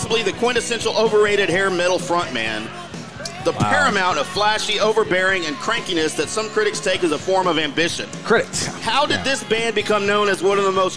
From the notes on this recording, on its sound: LIVE at Barrel & Bones in The Colony